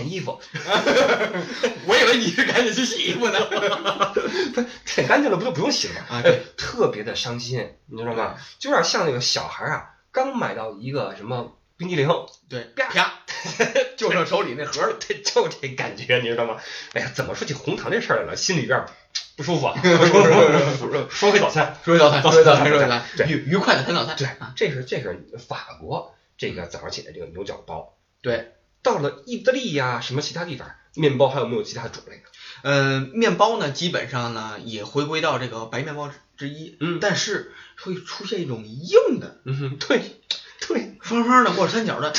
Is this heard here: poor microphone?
yes